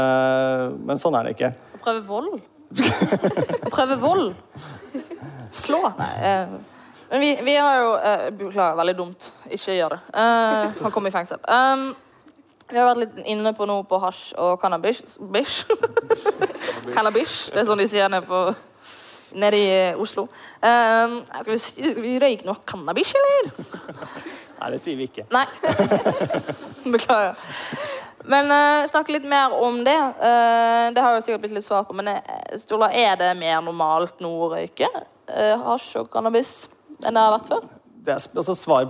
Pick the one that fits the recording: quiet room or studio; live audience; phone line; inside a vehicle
live audience